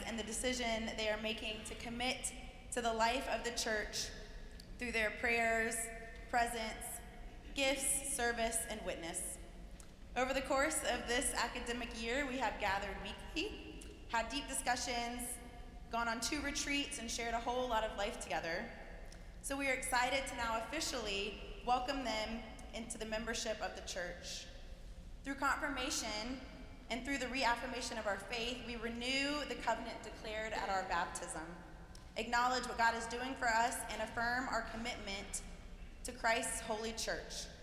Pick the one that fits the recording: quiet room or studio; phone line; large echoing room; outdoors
large echoing room